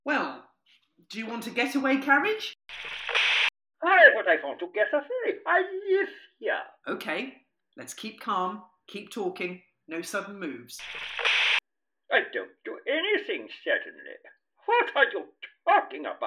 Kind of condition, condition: fault, poor sound quality